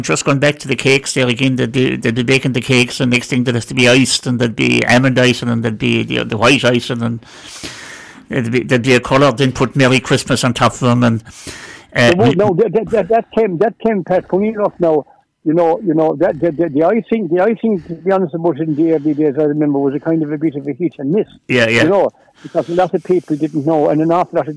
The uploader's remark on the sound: On the phone. From the SBCR studio.